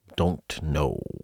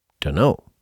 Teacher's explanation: the O in don't, it's so reduced, so deleted, that it actually deletes the T and drags the two words together · Shown in: second take · two words become one. · Term: ultra schwa